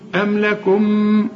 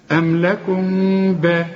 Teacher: الميم الأولى أنا هقفل شفايفي أقول أم، إنما الثانية يحصل انفراج في الشفايف · Shown in: second take · ما ضم الشفايف. · Term: إخفاء